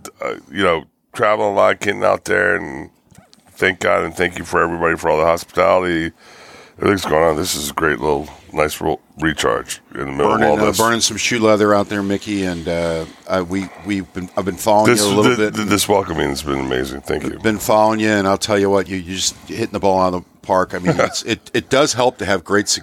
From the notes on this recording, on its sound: We're coming to you from the JRE Tobacco Aladino Mobile Studios at Rivermen Cigar Company. Rivermen Cigar Company was hosting an All Saints event.